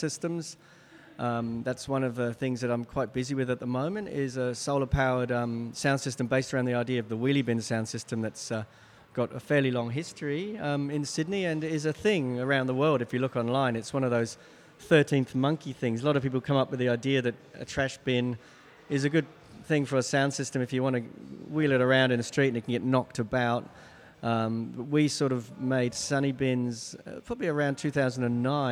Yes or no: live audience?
yes